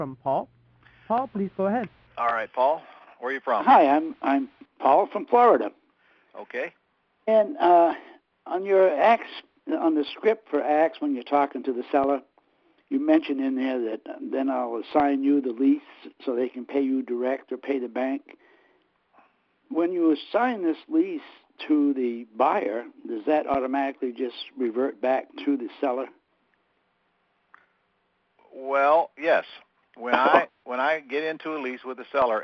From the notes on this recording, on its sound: Q&A Call